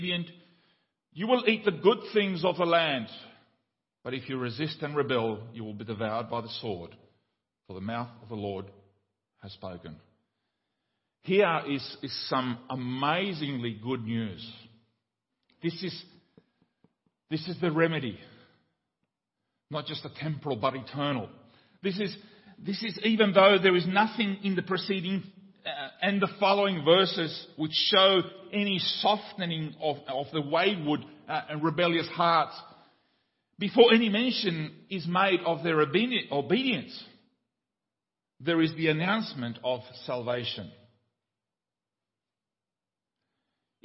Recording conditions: large echoing room